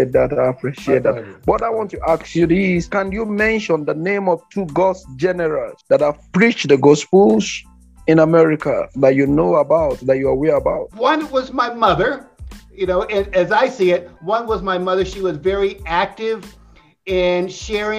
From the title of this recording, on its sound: Online Interview